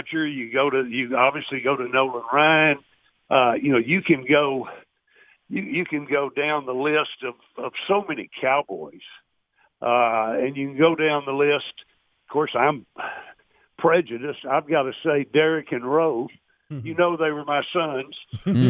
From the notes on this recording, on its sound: called